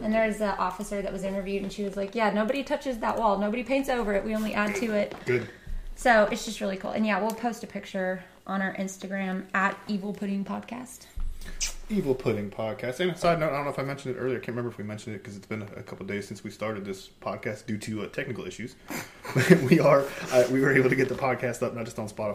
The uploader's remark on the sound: We record in our office, so we do pick up some background sound from the house and we did order some new equipment to help improve sound.